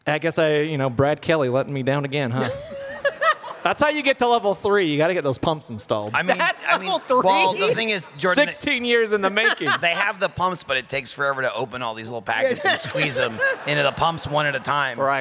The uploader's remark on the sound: Live at RTX 2022